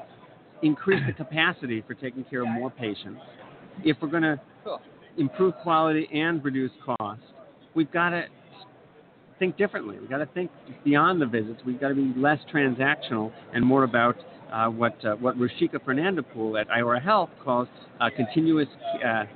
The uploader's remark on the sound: LIVE From #HIMSS17 Day One. The Health Information Management Systems Society (HIMSS) 2017 Annual Conference and Exhibution from the Orange County Convention Center in Orlando, Flo.